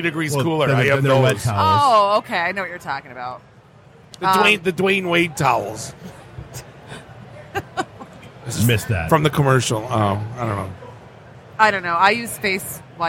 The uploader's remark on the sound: Live from Motor City Comic Con